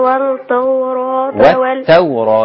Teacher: لام اسمها لام شمسية ما بتتنطقش